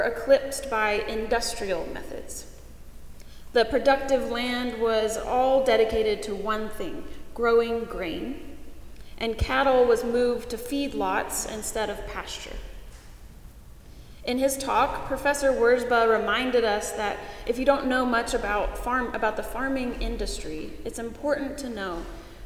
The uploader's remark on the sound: Paul's Episcopal Church in Winston-Salem, NC